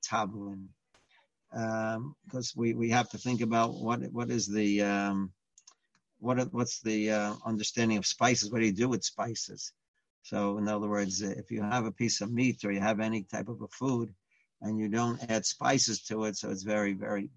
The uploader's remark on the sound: Live On Zoom